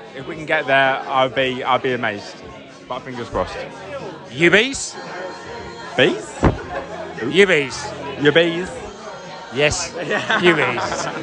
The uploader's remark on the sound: Post-Match Podcast from The Stands. We spoke to Bees fans and Brighton fans in the stands and the pub after the match.